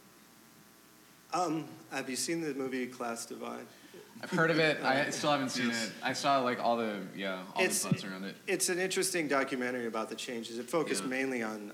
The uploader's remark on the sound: It was recorded on February 4, 2017 before a live audience at New York's 92nd Street Y. Part of the City of Tomorrow: Real Estate, Architecture & Design Summit presented by 92Y and Hundred Stories.